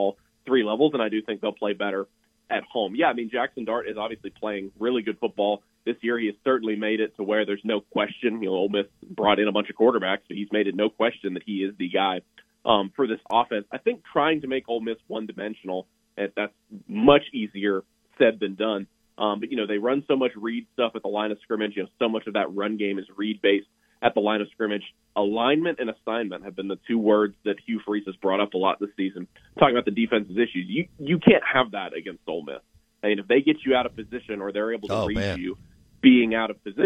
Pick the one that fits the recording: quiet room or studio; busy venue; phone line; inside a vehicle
phone line